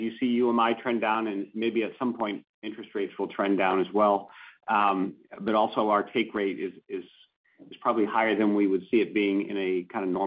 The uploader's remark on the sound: Second Quarter 2023 Earnings Conference Call.